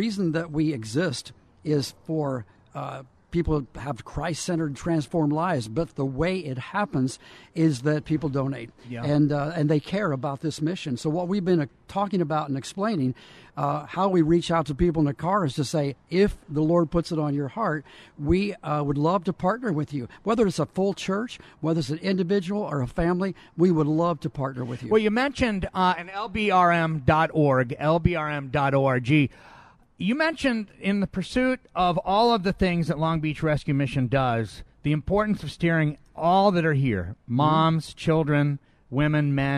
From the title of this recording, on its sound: Live From Long Beach Rescue Mission